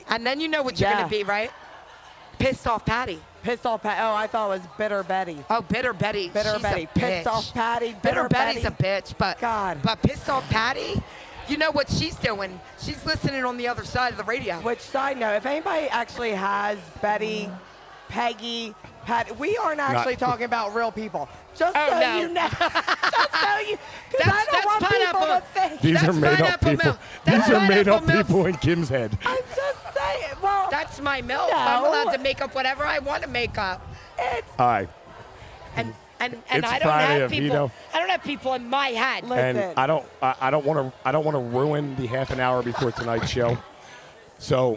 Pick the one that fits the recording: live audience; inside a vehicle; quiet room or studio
live audience